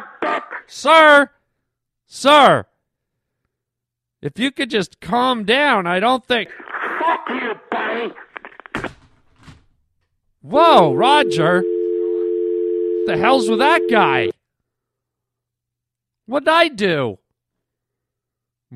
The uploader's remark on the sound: Phone calls from the Pavement Pounders. A CALM ENERGY expert calls into the show.